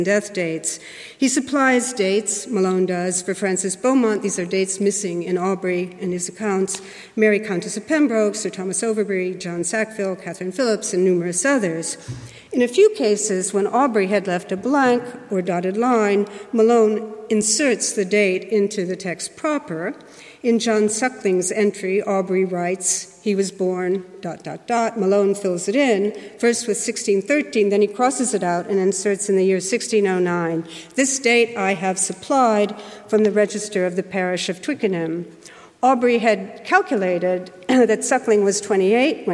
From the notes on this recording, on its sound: Keynote lecture